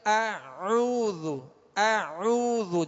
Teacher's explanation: ا حمزہ جو ابتدائے حلق سے ادا ہوگا، آ آگے عین وسط حلق سے ادا کریں گے، اعوذ